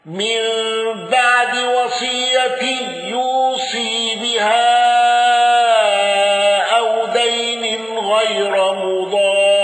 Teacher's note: ابن عامر بتوسط المنفصل واندرج معه عاصم.